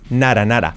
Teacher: Y luego ese not a, la O como una A y la T R suave. Nara, nara.